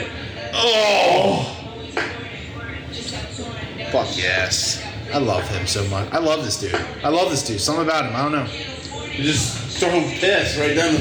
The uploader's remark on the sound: We did a thing...live from TimeOut sports bar in Skippack...and of course...we had technical difficulties.